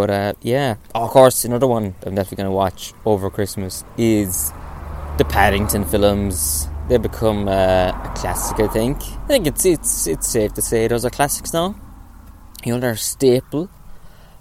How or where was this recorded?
outdoors